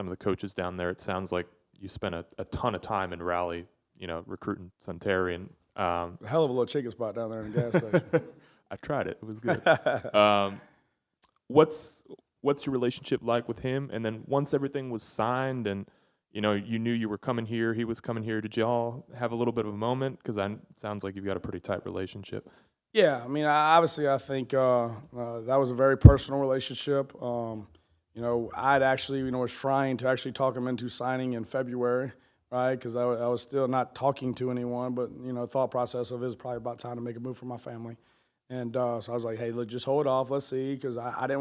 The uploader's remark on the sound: LIVE! From Ole Miss Training Camp